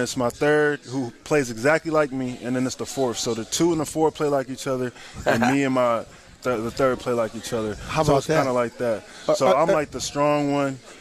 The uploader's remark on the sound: live from Humphrey’s Restaurant and Tavern